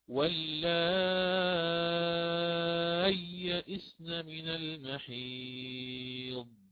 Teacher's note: الإدغام متماثلين صغير بغير غنة، لأن ما في لازم الغنة هنا أصلا.